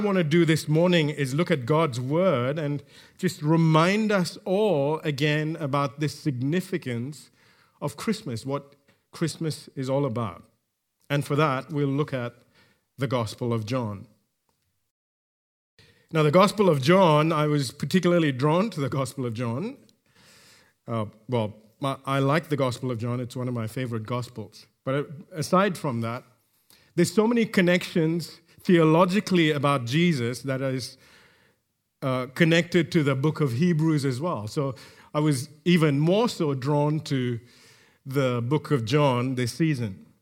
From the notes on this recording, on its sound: recorded live at Grace Community Bible Church